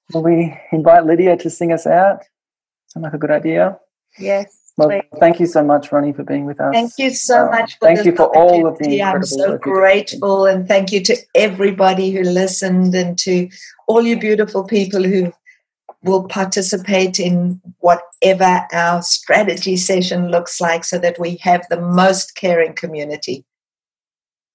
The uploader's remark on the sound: There was everything from beaming smiles to wet cheeks in the Zoom room this week